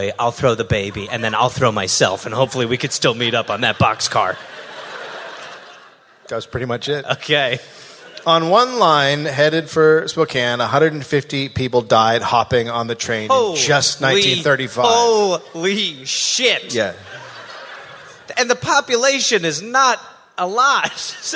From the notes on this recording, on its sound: Live in Seattle.